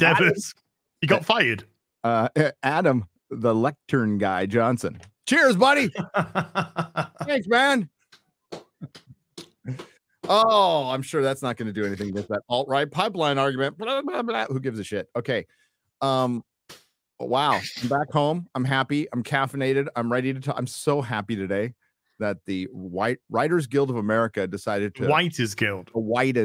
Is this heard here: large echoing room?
no